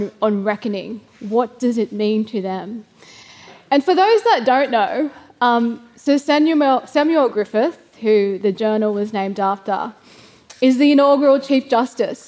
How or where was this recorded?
live audience